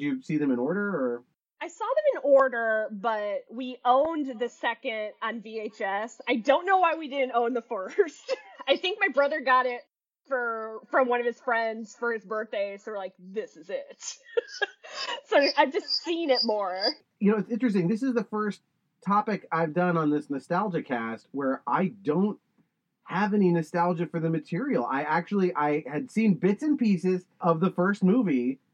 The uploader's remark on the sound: this episode had some audio quality issues